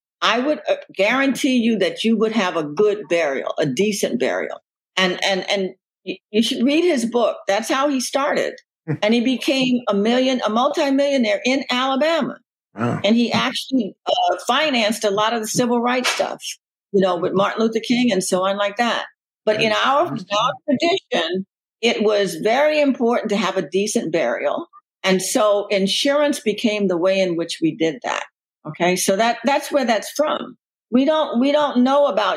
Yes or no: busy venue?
no